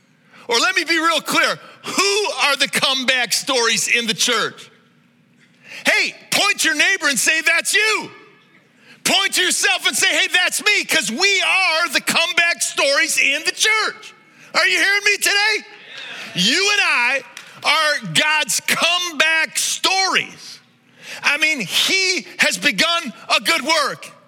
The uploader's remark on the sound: This message was originally preached at Highpoint Church on Sunday, October 29, 2023